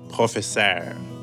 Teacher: words ending in an R sound, like professeur, sound a little more stretched out. · Term: Canadian French